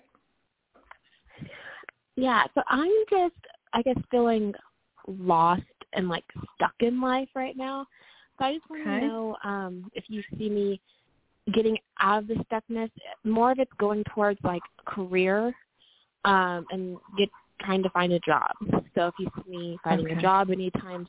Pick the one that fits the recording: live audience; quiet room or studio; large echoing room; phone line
phone line